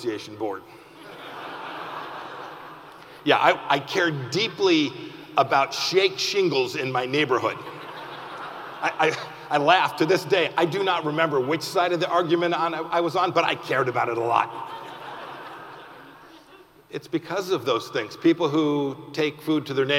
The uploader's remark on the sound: keynote address from our annual gala this year